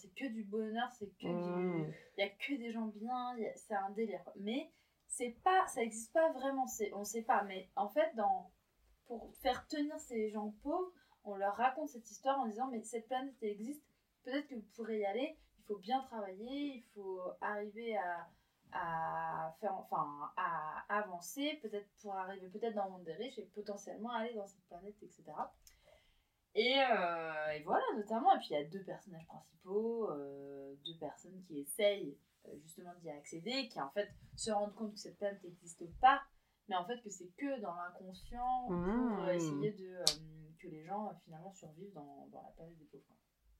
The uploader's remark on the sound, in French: Désolé par avance pour le son, dans quelques épisodes, ça sera mieux !